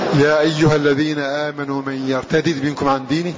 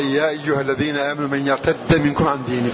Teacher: إذن قراءة نافع بن عامر بفك الإضغام · Shown in: first take